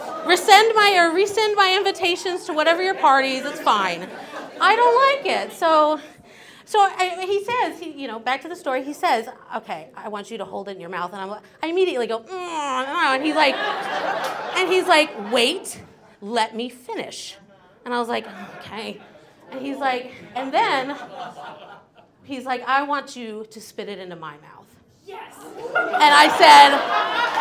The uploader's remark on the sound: Releasing a single story from the previous evening's live event! Goes south is a live storytelling event out of Charlotte, NC. This podcast combines audio recordings from these live events to share with you! Goes south live events take place on the 3rd Tuesday of the month at Petra's in Historic Plaza-Midwood, Charlotte, NC.